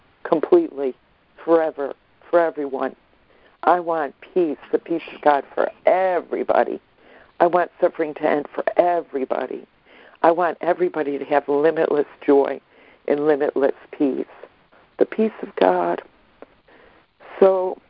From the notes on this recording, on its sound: ACIM Daily Conference Call.